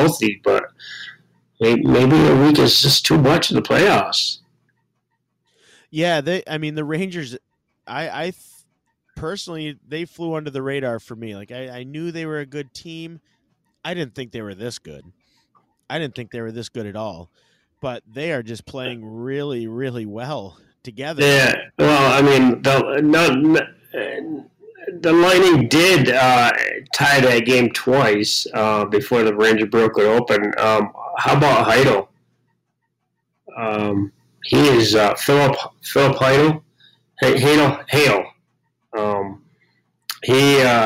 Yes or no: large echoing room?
no